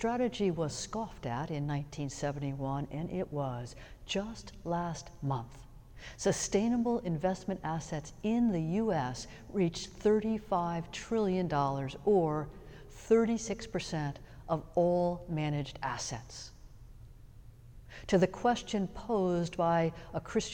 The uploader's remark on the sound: Sermons from Old South Church in Boston